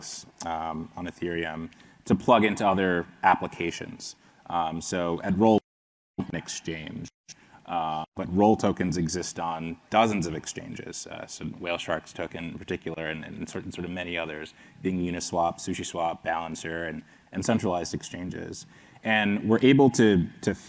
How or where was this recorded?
busy venue